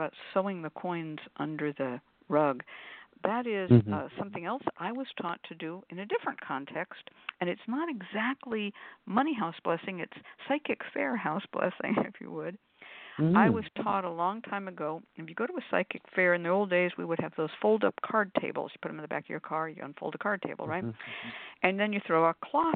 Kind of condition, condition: link, phone line